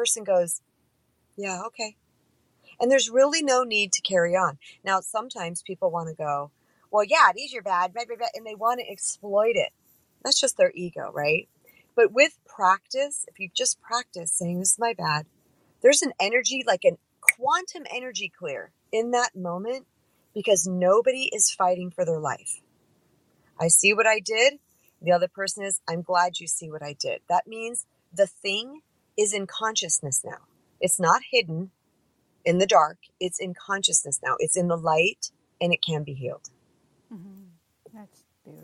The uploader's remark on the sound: In this episode you'll get a glimpse into a LIVE Wisdom app talk between me and a fellow Wisdomer and dear friend. The audio is not the best quality and our individual volumes are quite different.